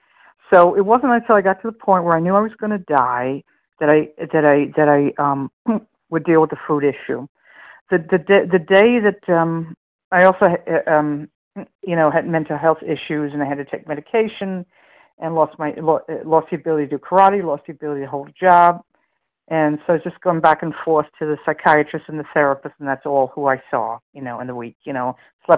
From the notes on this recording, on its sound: from the 100 Pounders Phone Meeting, 11/29/22